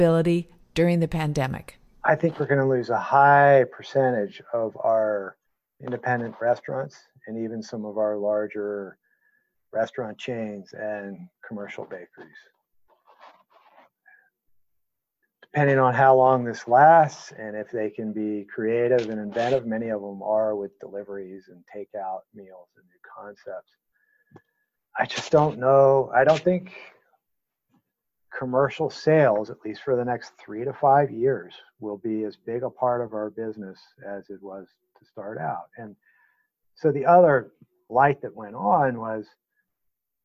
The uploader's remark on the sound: Interview recorded over the web on May 12, 2020